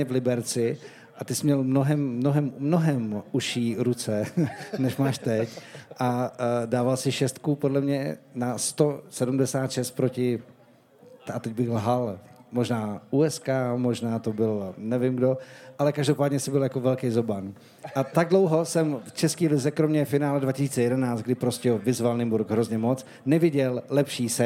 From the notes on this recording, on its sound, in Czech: LIVE epizoda: Streetballhus. Historicky první živou epizodu podcastu Pod košem sledovalo milé a dobře naladěné publikum v České Třebové, kde se v půlce července konal už 26. Ročník legendárního streetového turnaje Streetballhus.